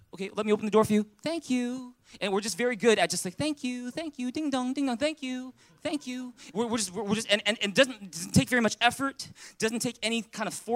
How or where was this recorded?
large echoing room